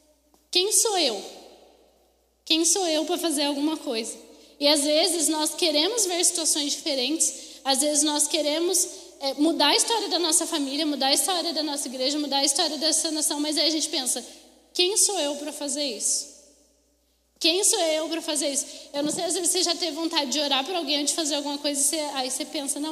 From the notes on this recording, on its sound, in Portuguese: Mensagem ministrada ao vivo.